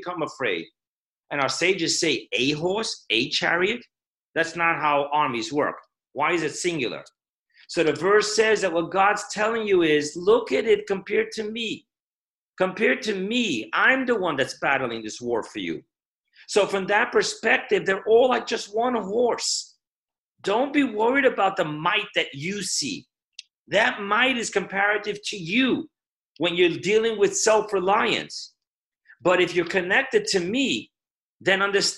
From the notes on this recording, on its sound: Zoom Parsha Class.